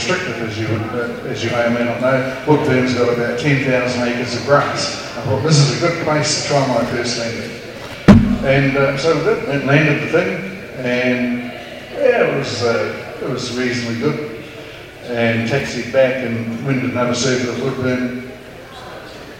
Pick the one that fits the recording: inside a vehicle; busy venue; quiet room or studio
busy venue